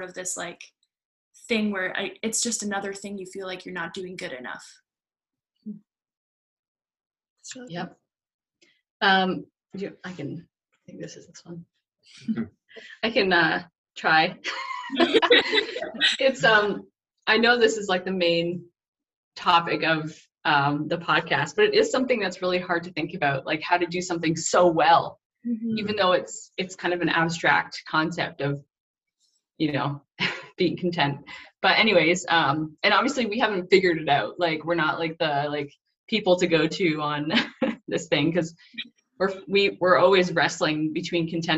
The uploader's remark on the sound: First Zoom interview was more than a success!